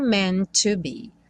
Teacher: Meant to be, o primeiro T não vai ser pronunciado